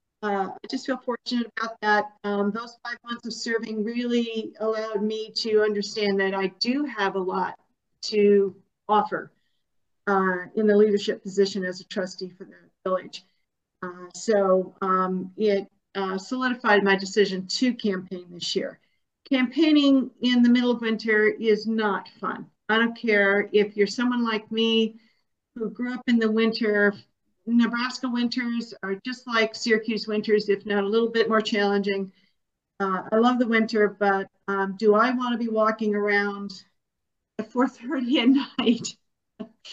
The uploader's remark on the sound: Zoom with Czarny Village candidates